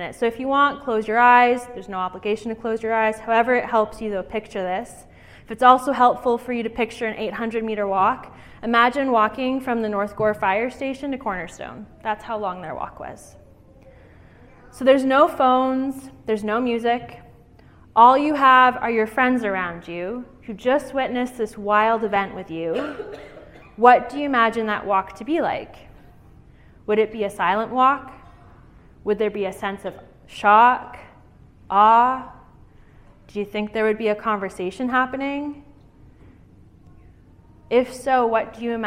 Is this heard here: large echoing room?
yes